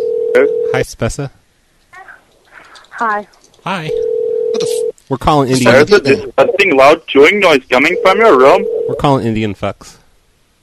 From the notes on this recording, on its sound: Prank Phone Calls.